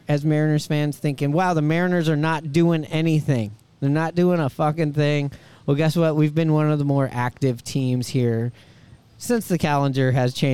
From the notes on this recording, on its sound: Recored on location at the Cabin bar and grill in Richmond Beach!